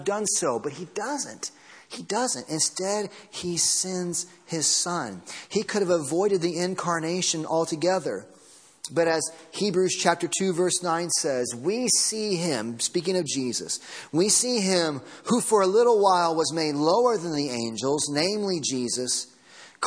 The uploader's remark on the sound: Sunday Morning Sermon Audio